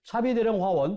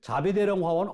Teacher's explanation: 자비대령 화원의 본래 발음은 차비대령 화원입니다. 그러나 말할 때 된소리를 꺼렸던 조선시대 궁중에서 차비는 자비로 발음되었습니다.